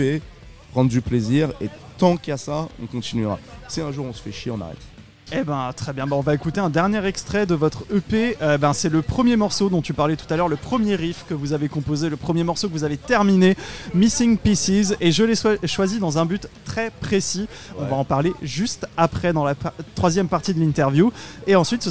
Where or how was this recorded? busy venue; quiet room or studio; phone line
busy venue